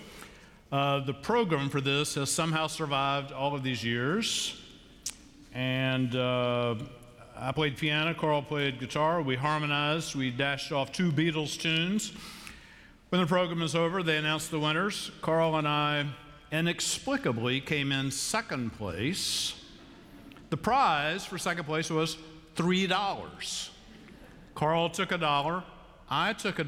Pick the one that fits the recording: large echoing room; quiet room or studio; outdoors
large echoing room